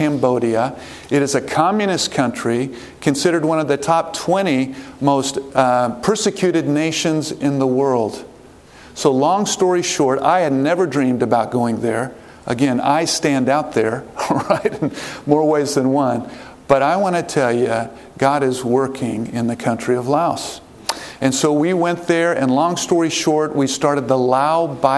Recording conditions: large echoing room